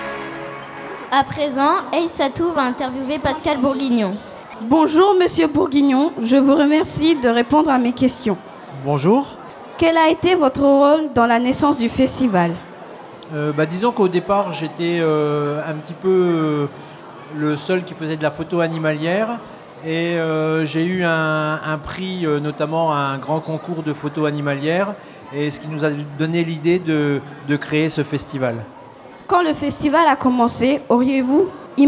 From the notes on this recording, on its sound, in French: Les élèves de l’option « journalisme » du collège Anne Frank de Saint-Dizier ont réalisé une émission de webradio diffusée en direct et en public depuis le festival de la photographie animalière et de nature de Montier-en-Der à l’occasion de son 25ème anniversaire.